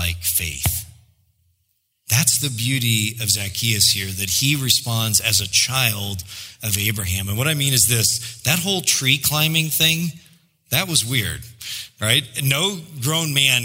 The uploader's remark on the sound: preached in July 2016 at Sojourn J-Town